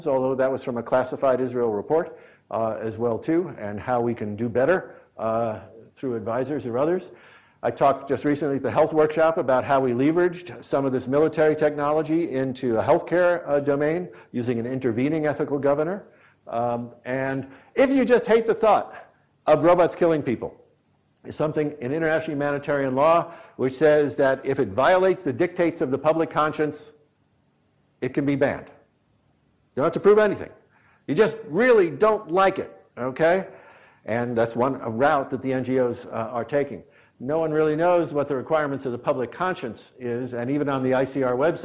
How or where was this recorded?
large echoing room